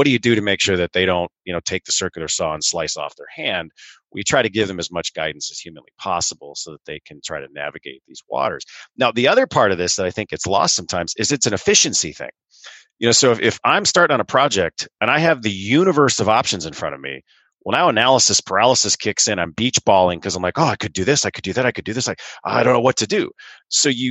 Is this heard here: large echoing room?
no